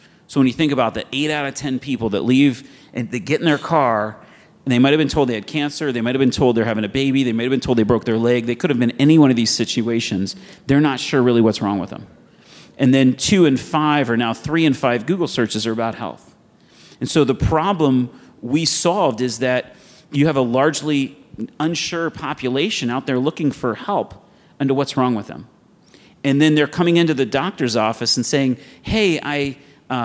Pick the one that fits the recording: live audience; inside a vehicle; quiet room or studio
live audience